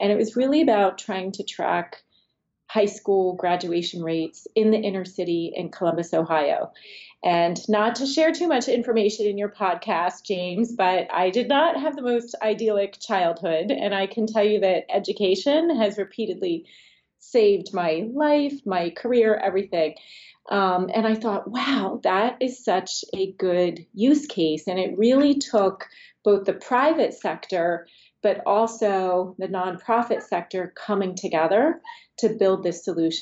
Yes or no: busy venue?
no